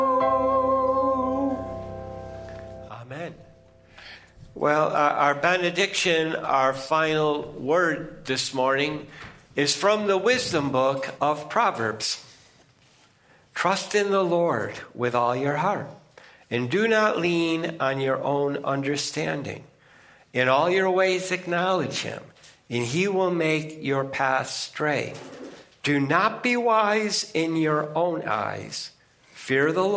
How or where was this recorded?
large echoing room